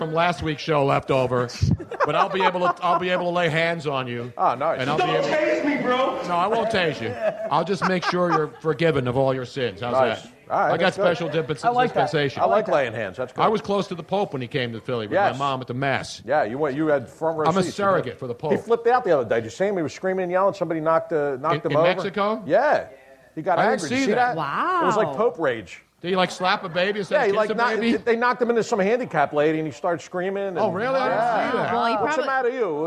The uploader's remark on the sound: Live Podcast. We came out firing with a great mid February crowd and crazy show at Comedy Sports Philly.